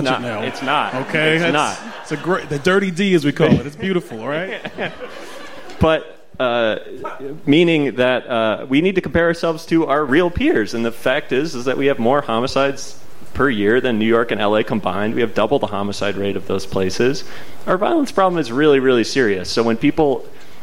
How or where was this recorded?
live audience